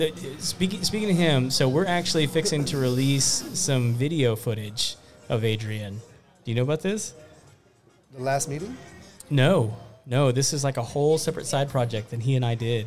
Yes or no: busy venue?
yes